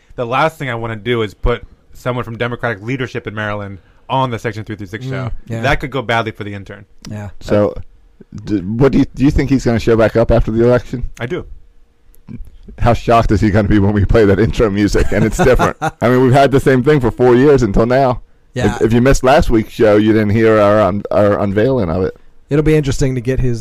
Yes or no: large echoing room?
no